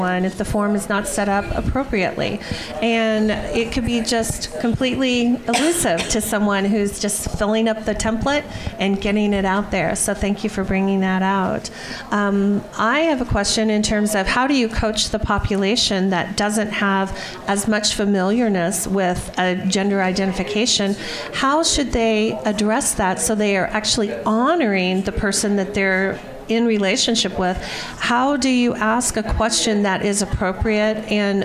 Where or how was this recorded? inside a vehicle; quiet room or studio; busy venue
busy venue